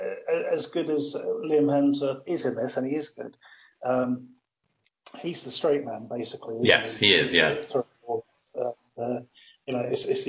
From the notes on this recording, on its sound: Apologies for the audio quality this episode - this is the LAST time we are using skype to record.